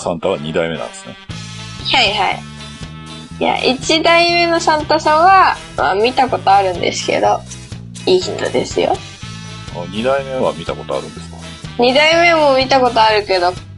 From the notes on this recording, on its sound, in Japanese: 闇スタッフの失敗で普段と違う録音の仕方をしてしまい、音声が汚い。